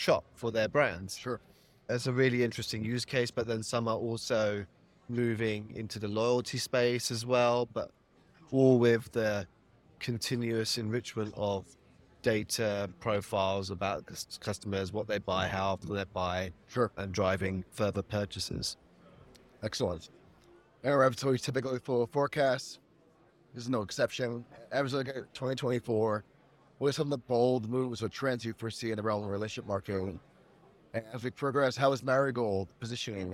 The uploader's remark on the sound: Joining live at the National Retail Federation's Big Show 2024